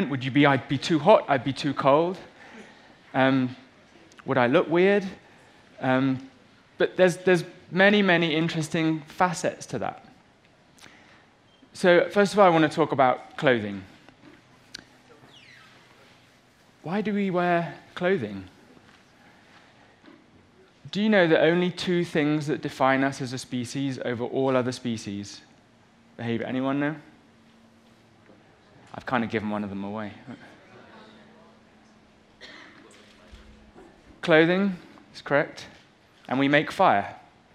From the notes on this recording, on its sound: on stage at #BoFVOICES